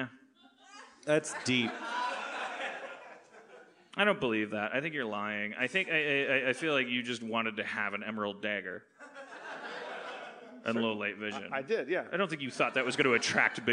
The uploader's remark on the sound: LIVE from Bridgetown 2015!